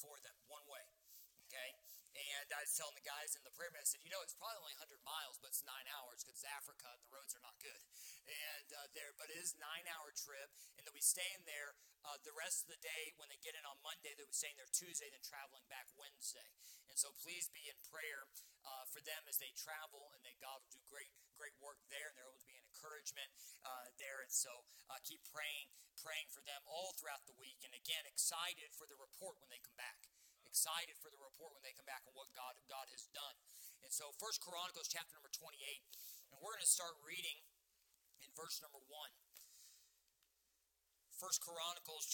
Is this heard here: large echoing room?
yes